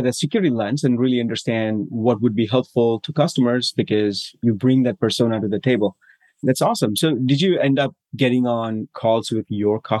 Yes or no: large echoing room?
no